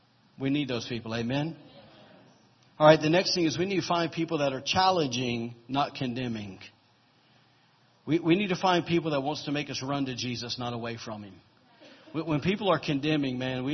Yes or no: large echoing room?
yes